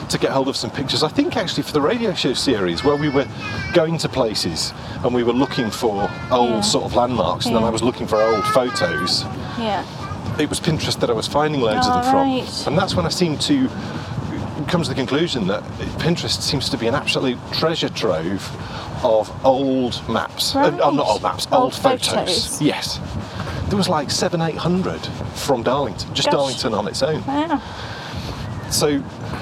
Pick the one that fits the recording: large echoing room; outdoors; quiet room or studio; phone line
outdoors